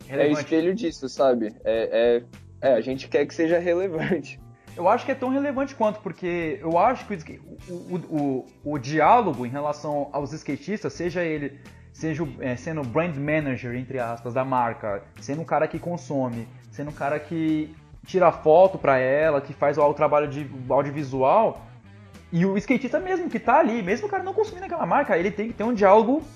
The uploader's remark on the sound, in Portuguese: um bate-papo via skype